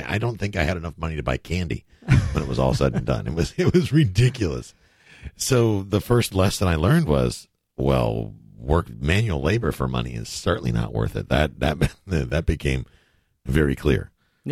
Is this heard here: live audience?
no